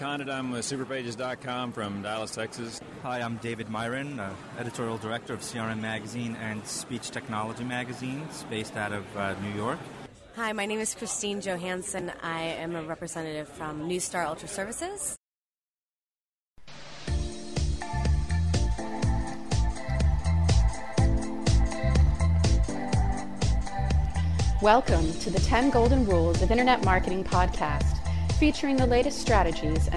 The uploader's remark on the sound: Live Recordings from Ad-Tech New York